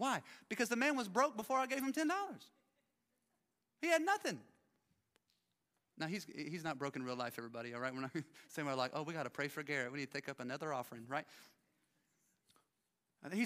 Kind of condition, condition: setting, live audience